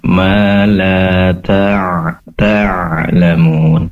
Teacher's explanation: Pastikan di sini ain berasal dari tenggorokan bagian tengah.